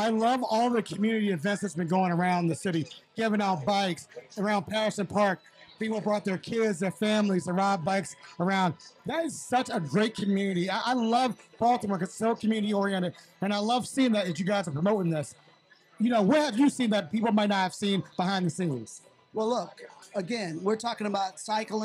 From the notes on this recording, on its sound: Live on location at the Maryland Cycling Classic this year. We had an amazing time interviewing stakeholders, cycling enthusiasts, Olympians, fans and families.